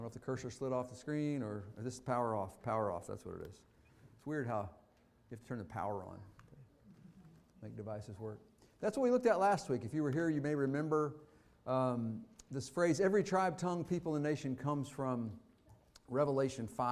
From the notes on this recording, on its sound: Fuquay-Varina church of Christ sermon audio.